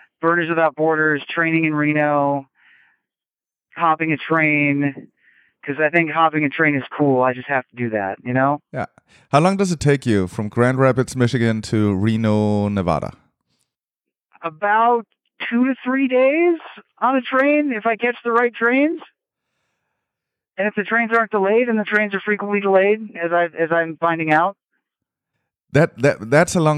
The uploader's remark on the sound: Nothing says dystopian future podcast like calling in from a Satellite phone while riding cross-country trains in the USA. As you'll hear in the first few seconds, sound quality was not the first priority on this very remote edition of SW2L. The IsatPhone2.